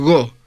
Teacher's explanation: subo la parte de atrás de la lengua y aparece la gutural go